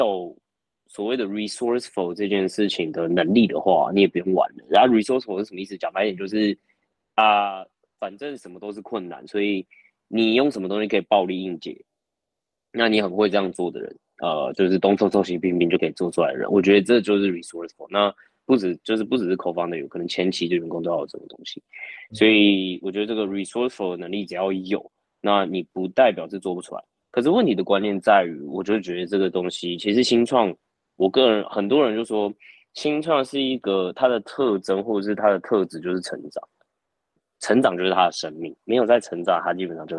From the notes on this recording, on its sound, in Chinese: 這個系列是我在新加坡跟別人聊天交流的一些對話。音質不會那麼好，因為大多是用會議軟體錄製的，請見諒。